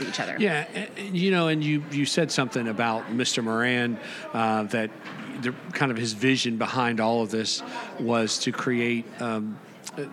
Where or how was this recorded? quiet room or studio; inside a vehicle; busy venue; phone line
busy venue